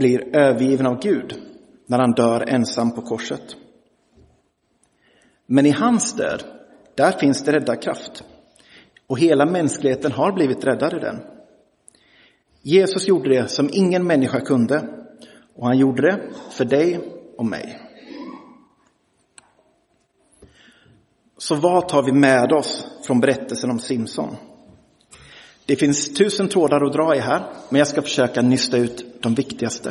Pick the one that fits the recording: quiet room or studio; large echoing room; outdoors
large echoing room